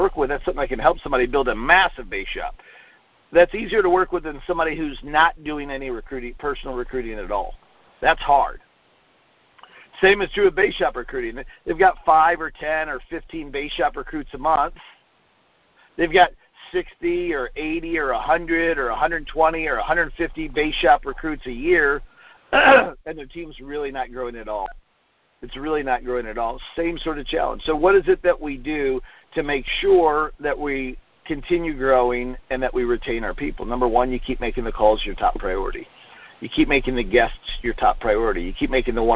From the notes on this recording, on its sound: Conference call recorded on 2/1/19.